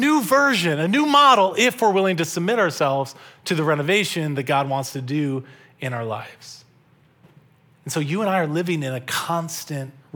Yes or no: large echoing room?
yes